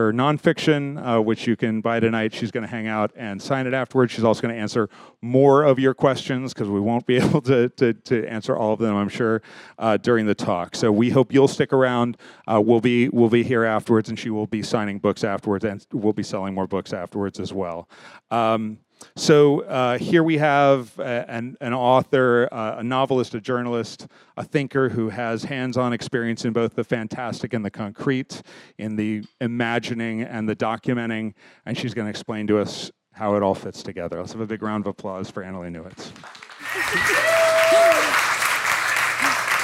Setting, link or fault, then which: setting, live audience